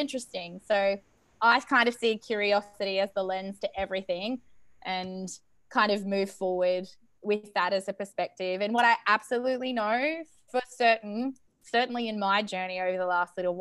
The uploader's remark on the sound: The University of Queensland (UQ) brought together an online panel of female founders and leaders.